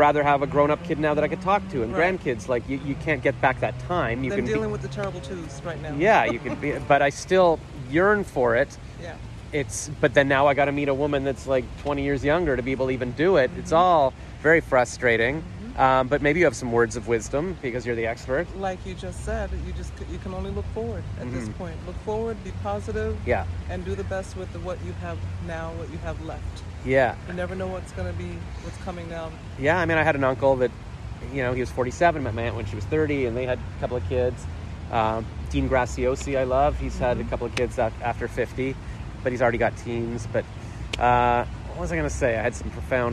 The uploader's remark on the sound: Recorded May 27, 2022 at Podfest in Orlando, Florida